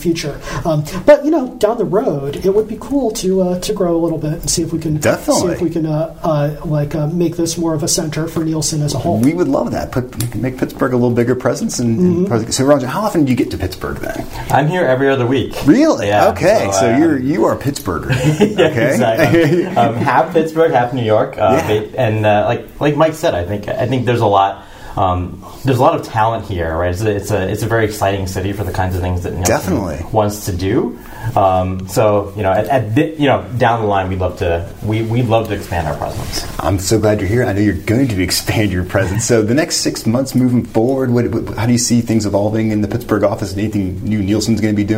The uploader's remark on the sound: TECHVIBE RADIO BROADCASTS FROM SQUIRREL HILL. We took TechVibe Radio to Huntington Bank’s new branch in Squirrel Hill.